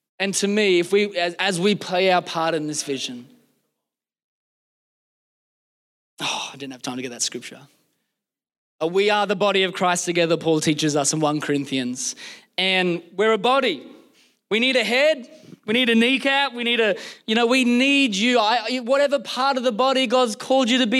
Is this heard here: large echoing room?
yes